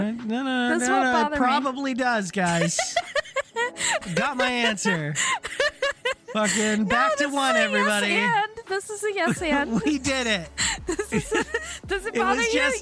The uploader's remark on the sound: Sometimes, it’s just kinda hard to talk in the car.